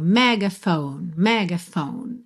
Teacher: A sílaba tônica é a primeira, mas a gente acaba tendo assim uma semitônica, né? Um outro ponto de apoio aí no meio.